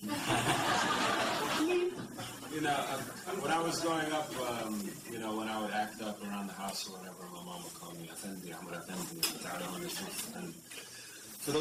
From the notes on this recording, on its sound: recorded at the 'Globalization of Hip Hop' event which took place at Stanford on April 6